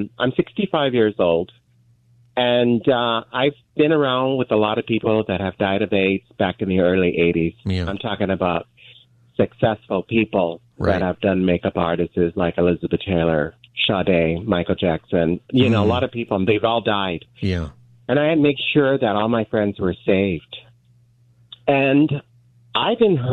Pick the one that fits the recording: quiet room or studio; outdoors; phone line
phone line